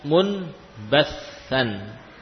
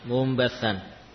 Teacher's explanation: Tapi bukan hanya menggantinya dengan mim, namun diganti dengan mim dan dipanjangkan gunnahnya · Shown in: second take · Term: iqlab